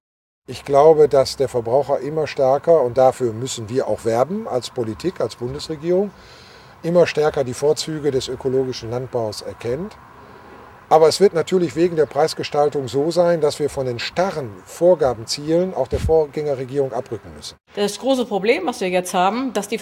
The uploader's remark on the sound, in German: Es folgen Aufnahmen vom Ökomarkt im XII. Bezirk von Budapest, der von Biokultúra veranstaltet und von Biokontroll überwacht wird.